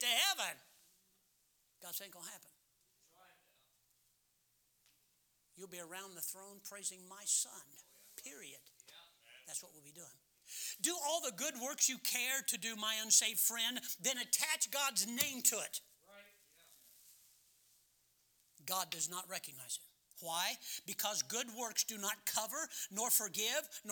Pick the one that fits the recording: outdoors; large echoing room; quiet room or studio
large echoing room